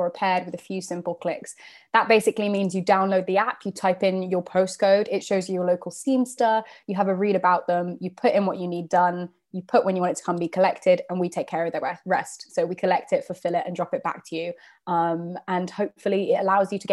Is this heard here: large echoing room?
no